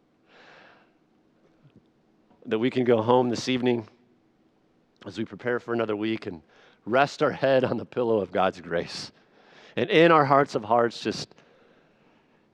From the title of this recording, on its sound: Sunday Evening Worship Service